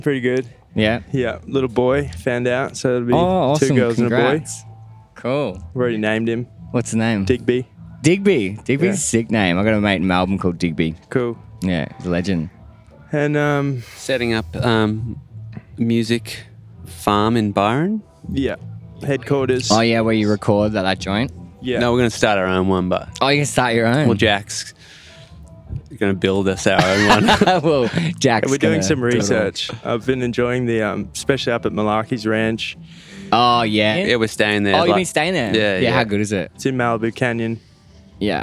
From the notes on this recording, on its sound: This episode was recorded live at Desert Daze 2022.